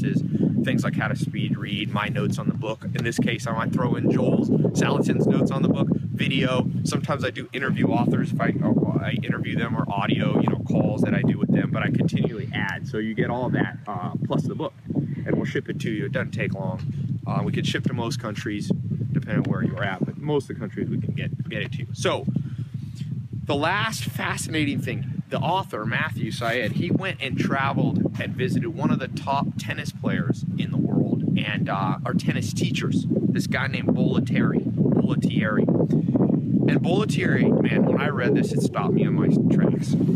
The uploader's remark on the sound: For Thanksgiving, I visited the Amish and …'s farm in Virginia and I read "Bounce" again on the airplane and recorded a video for you out in the snow by the chickens and pigs.